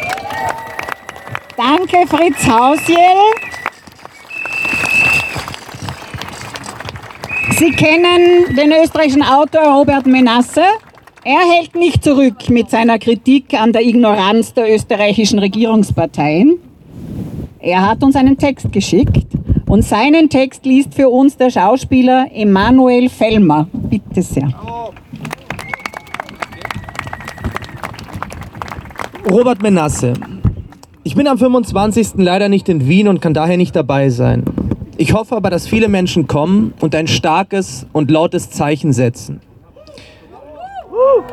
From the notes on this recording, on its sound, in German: April 2023 in Wien für den Erhalt der Wiener Zeitung. Ungeschnittene und unbearbeitete Aufnahme der Reden auf der Auftaktkundgebung am Helmut-Zilk-Platz und der Abschlusskundgebung beim Deserteursdenkmal vor dem Bundeskanzl*amt am Ballhausplatz.